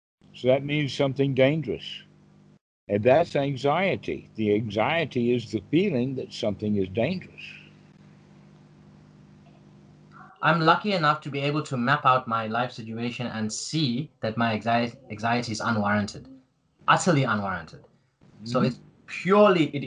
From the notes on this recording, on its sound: Skype calls.